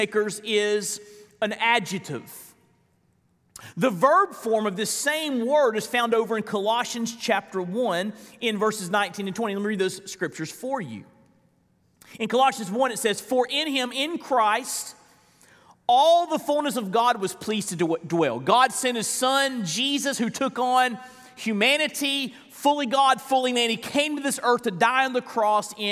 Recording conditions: large echoing room